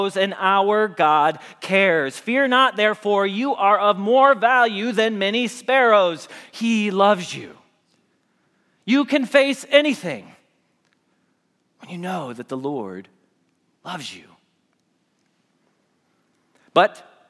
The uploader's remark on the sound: Message Preached at Valley Creek Church